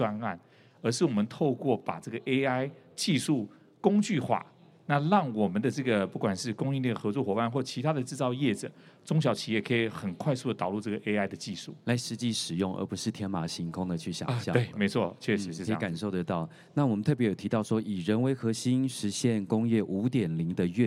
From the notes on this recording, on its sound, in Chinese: 本集節目於2022年「台灣國際智慧製造系統整合展（TIIM）」展期間錄製